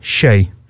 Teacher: вместо «ц», соответственно, звук «с», вместо «ч» – звук «щ»